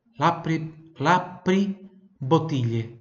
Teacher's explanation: E o I aqui fica quase imperceptível.